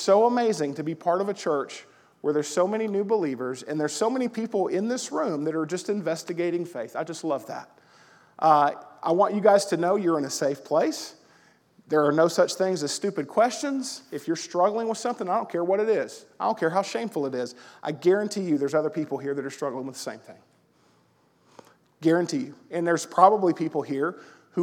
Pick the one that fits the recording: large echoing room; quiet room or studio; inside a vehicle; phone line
large echoing room